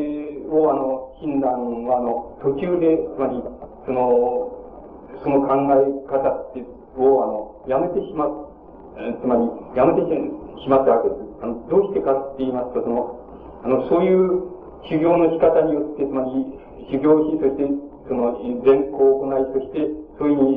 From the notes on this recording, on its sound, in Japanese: 主催：鹿児島県出水市泉城山・西照寺 場所：鹿児島県出水市泉城山・西照寺。第一回緑陰講座。音源は客席から録音されたもので 音質はあまりよくない。冒頭部分にはテープノイズあり。